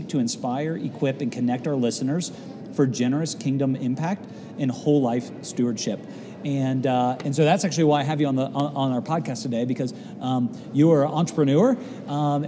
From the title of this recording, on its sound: Live from C12